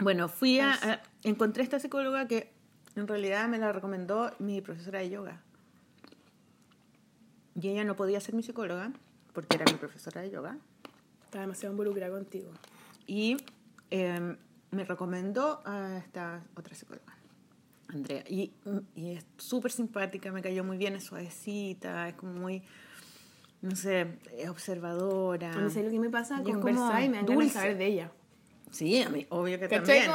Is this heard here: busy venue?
no